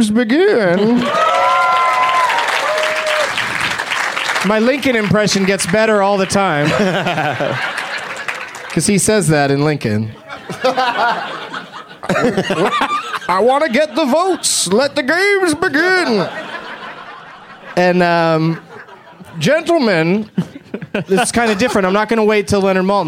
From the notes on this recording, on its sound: Live from Zanies Comedy Club in Rosemont, IL